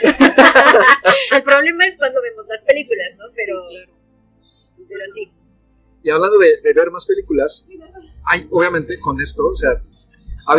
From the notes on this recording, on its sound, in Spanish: Con anticipadas disculpas por la calidad de audio